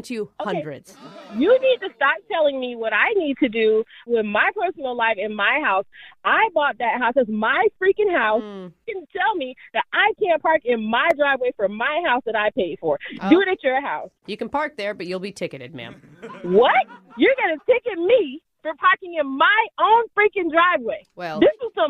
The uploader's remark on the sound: In today's Phone Tap we’re calling a woman.